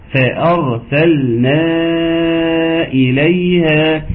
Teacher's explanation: فأرسلنا الألف الأخير عليه موجة يمد. المد هنا بمقدار 4 حركات · Term: مد منفصل